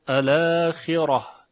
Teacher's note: مثلا کلمه الاخره ورش در تمام حالات میخواند الاخره، که حرف را رو هم ترقیق میکنه الاخره، اما حمزه کوفی فقط در حالت وقف اون هم در یکی از وجوهش الاخره بیان میکنه که با تفخیم را همراه هست